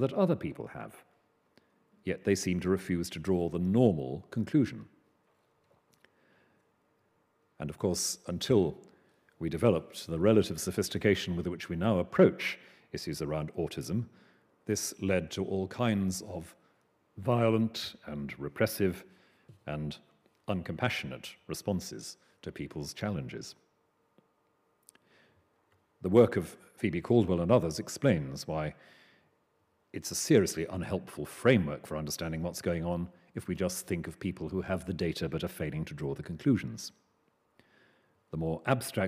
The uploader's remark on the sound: At the University of Edinburgh's New College.